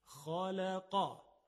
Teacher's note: هم حرف خا هم حرف قاف کاملا درشت ادا میشه